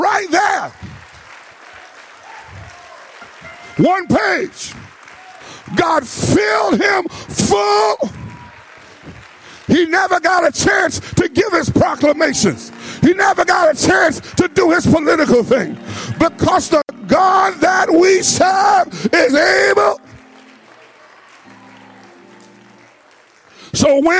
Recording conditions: large echoing room